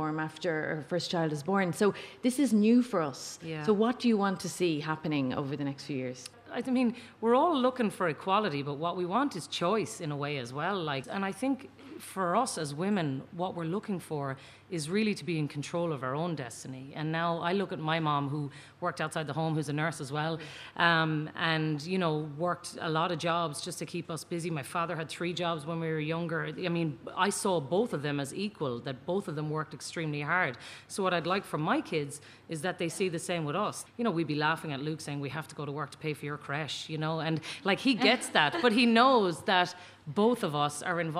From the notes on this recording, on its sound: Recorded in front of a live audience in The Little Museum of Dublin with a fantastic panel of working mums.